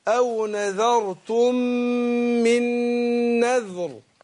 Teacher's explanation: وهنبص للحرف اللي قبلها، الحرف اللي قبلها الزال ساكنة، نشوف الحرف اللي قبلها اللي قبل الزال هنلاقيه مفتوح، يبقى نفخم الايه؟ الراء